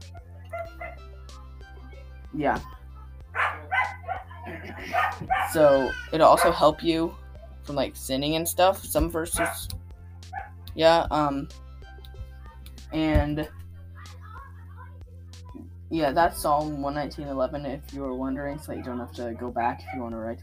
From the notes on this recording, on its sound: Sorry about the background noises.